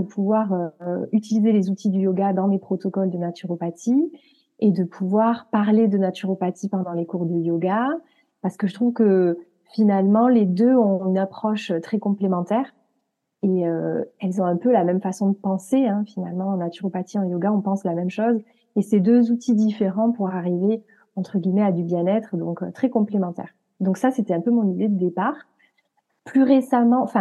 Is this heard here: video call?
yes